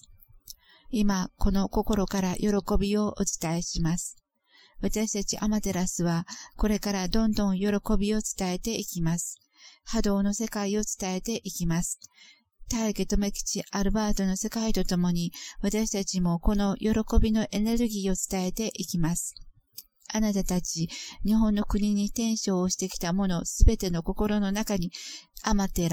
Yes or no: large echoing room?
no